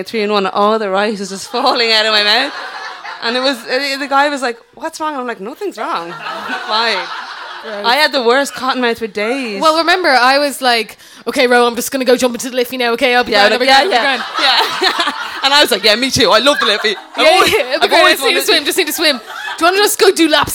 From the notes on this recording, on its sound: We reveal some of our most mortifying teenage stories in front of a sold-out crowd of sounders. Live at The Fourth Corner in Dublin 8.